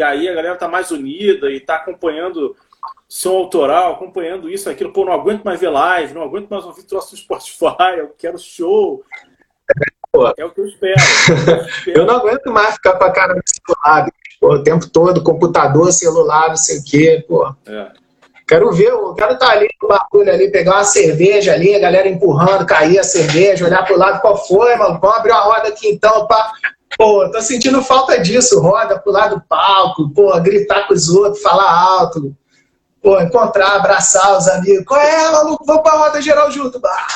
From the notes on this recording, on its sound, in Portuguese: Essa foi a live gravada no Instagram da Zombie One Records